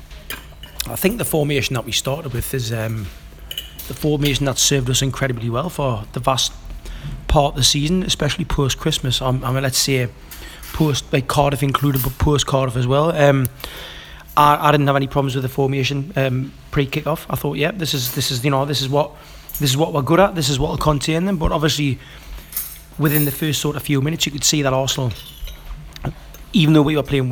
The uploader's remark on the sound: Recorded in a restaurant outside the Emirates.